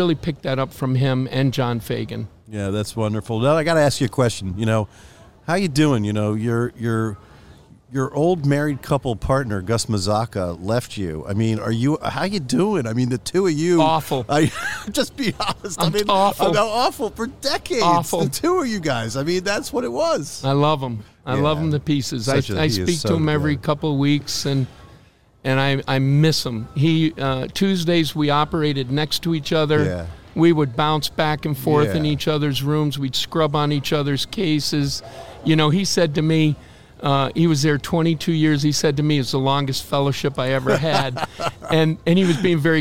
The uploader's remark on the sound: recorded live at Ortho Summit in September 2023